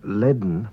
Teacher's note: The word leaden, meaning full, is pronounced as if there were a D before the N.